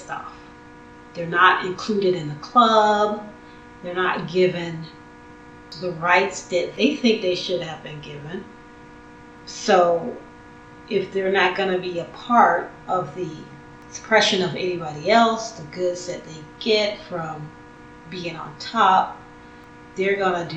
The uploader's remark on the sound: Note on audio quality....meh.